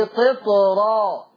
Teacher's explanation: انت فخمت الطاء، قطرة